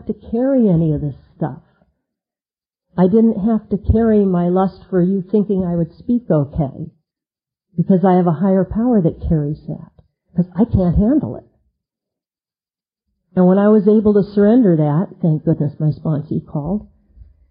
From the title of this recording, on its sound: 2001 Unity Conference - Lunch Speaker